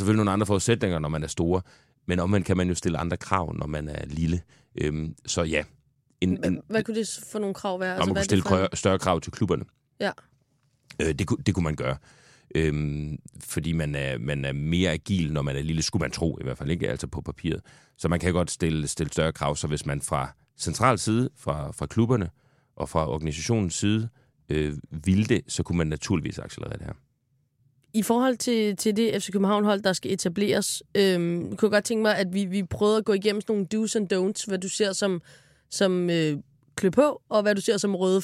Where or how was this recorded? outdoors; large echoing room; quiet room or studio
quiet room or studio